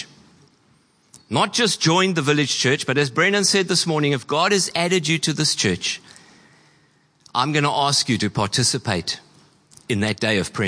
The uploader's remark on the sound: Preached on 10/12/23 at Horsham Downs. Church Complete Part 5: The Army (Horsham Downs).